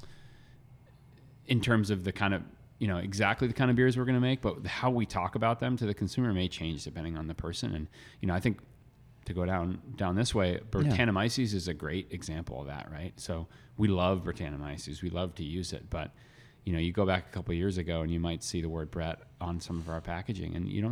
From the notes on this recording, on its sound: At Allagash Brewing in Portland, Maine. In this conversation, recorded at Allagash.